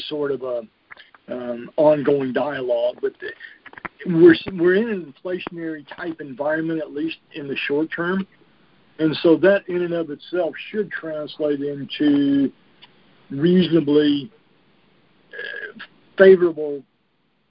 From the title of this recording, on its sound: July 2021 Monthly Conference Call